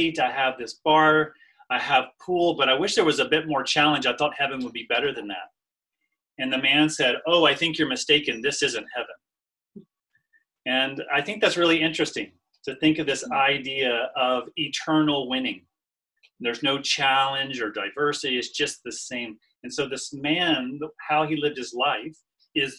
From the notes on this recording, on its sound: NOTE: This was recorded alongside Zoom. Q&A is included.